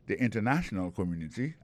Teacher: accent tombé sous troisième syllabe